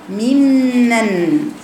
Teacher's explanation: تبقى تقرا ممن تضغم النون في الميم